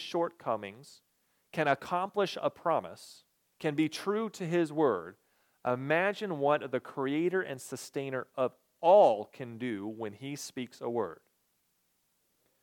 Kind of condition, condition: setting, large echoing room